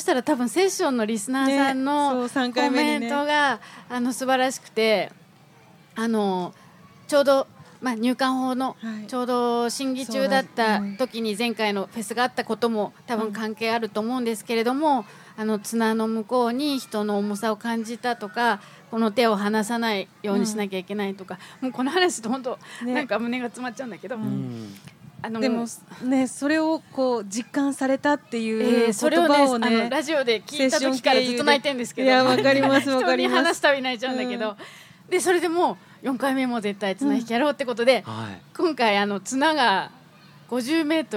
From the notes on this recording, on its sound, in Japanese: 難民・移民フェス公開収録。